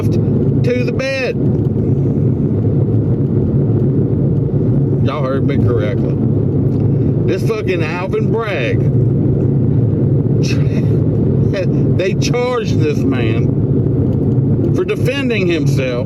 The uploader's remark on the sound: I tell some stories that I recorded while on the road, road noise is something that just is.